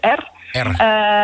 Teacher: Je hebt ook de tongpunt R natuurlijk hè, voorin